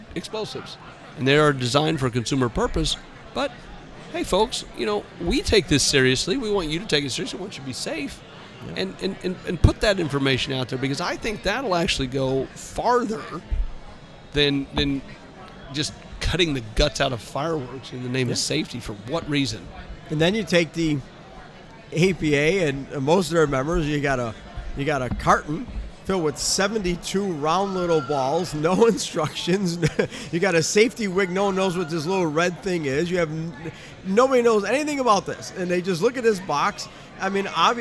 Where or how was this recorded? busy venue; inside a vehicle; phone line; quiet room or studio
busy venue